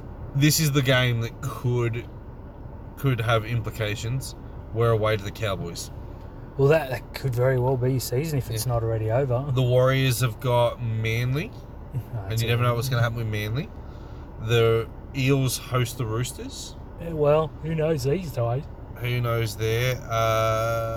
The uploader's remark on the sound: sit in the car and yell for half an hour